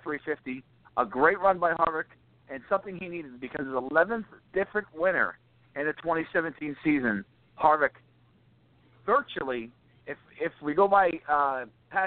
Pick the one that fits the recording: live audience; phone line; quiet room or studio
phone line